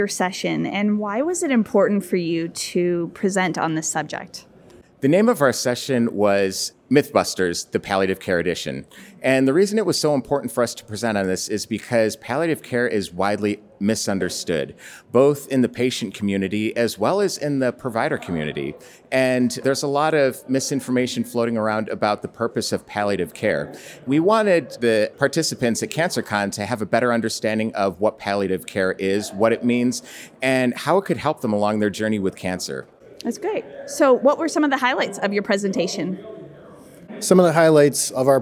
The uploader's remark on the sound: LIVE! At CancerCon. Please join us for this second live episode from CancerCon® 2023, a young adult cancer conference presented by Stupid Cancer®.